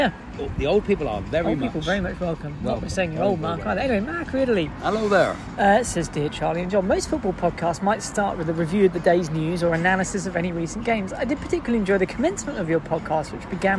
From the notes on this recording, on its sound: Live from Maidstone. This week's truncated (due to holiday) episode comes live from a pub in Maidstone...